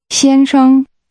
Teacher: Husband is pronounced with two high-level tones.